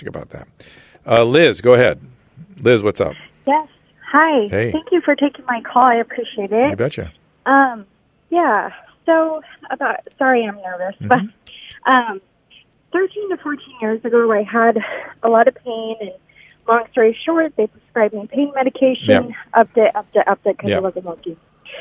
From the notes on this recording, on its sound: Listener Calls. Listener phone calls.